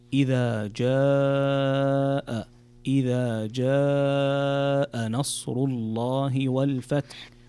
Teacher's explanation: هنا عندنا مد متصل ويسمى المد الواجب ومقداره 4 حركات، فتمده مدا طويلا فتقرأ إذا جاء، إذا جاء نصر الله والفتح.